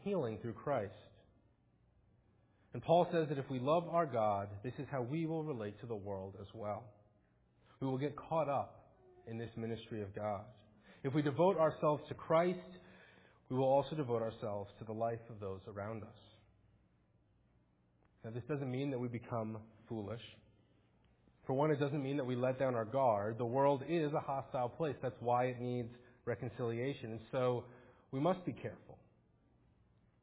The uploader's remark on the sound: Faith Presbyterian Church – Morning Service